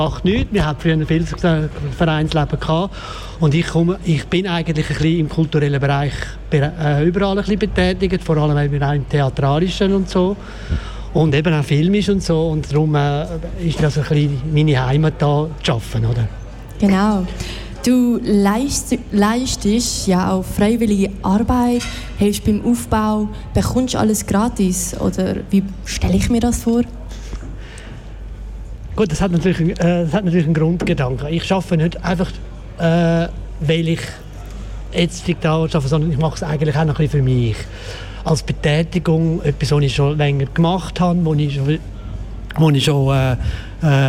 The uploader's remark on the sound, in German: Festivalausgabe live aus dem Merkerareal in Baden.